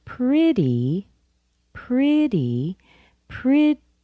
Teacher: The first syllable has the primary stress. Pretty. And notice that T in pretty is softened to a D.